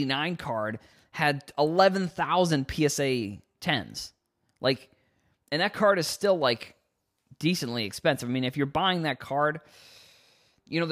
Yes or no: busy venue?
no